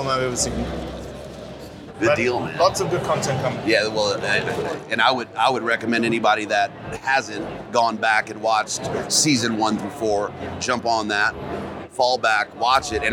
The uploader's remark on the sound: Hunt Expo 2020 live Interview.